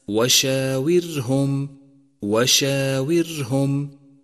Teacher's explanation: ثالثا انتبه إلى ترقيق كلمة وشاورهم وشاورهم، مرققة بكامل حروفها، كل حروفها مرقق بما فيها الراء، فإياك والتفخيم في هذا الموضع.